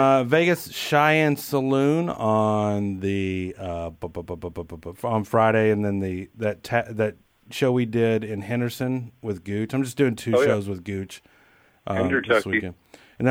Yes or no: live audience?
no